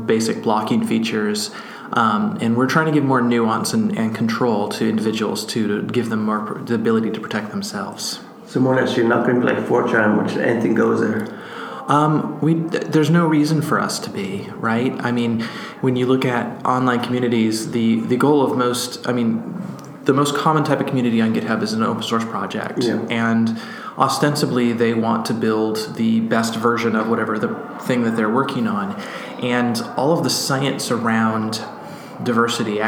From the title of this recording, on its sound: at AlterConf in Dublin